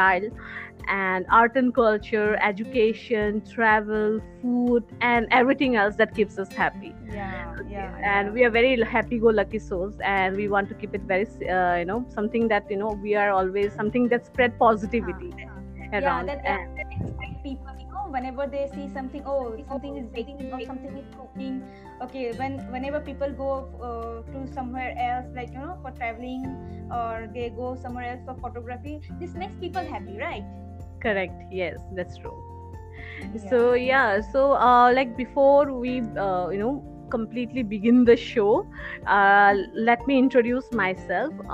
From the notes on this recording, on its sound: Please forgive us for the glitches.